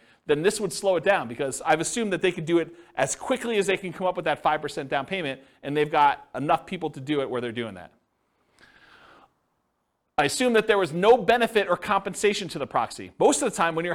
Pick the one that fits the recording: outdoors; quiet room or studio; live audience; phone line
live audience